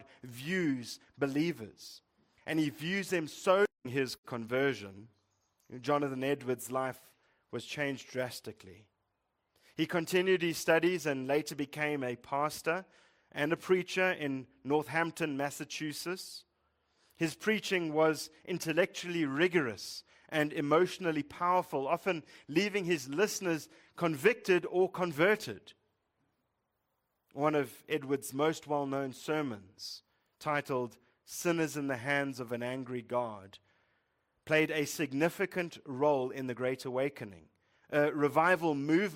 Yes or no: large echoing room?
yes